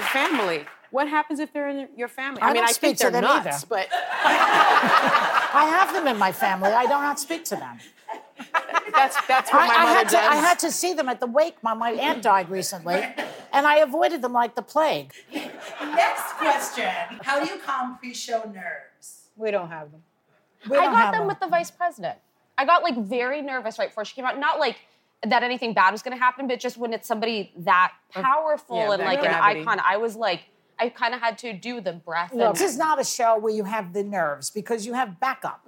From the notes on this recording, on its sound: answer questions from our live studio audience